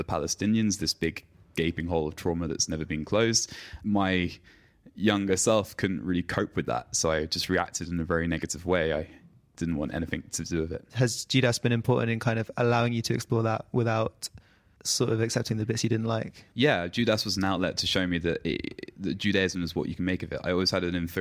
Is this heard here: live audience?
no